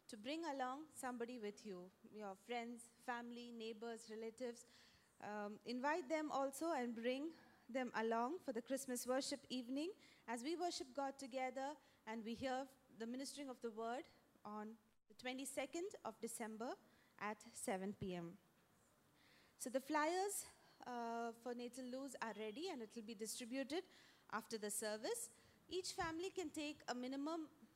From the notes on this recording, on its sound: preached at Sunday Service on 10 December 2023 at Revelation Church.